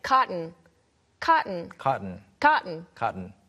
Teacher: 발음이 이제 우리가 그 면 또는 솜을 가리킬 때 cotton이라고 외래어처럼 표기하는 경우도 있는데 발음이 이제 cotton, T 발음이 안 날 때가 많죠. 특히 미국 영어에서.